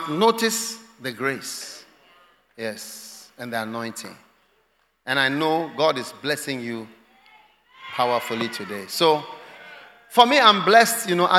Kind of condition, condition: setting, large echoing room